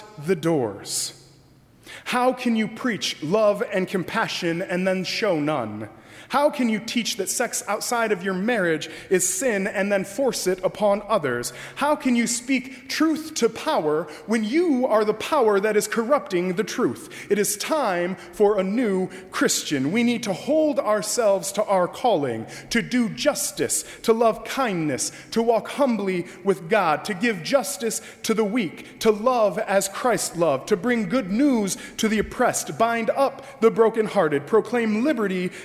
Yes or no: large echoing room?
yes